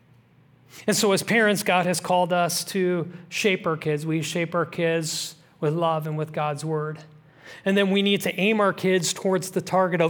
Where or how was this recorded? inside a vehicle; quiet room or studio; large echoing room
large echoing room